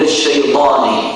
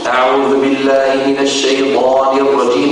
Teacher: أن الطاء يجب أن تنطق كالضاد التي ننطقها نحن اليوم